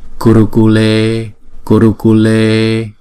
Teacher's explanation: Chữ e là hai nhịp, còn ba chữ u là một nhịp hết.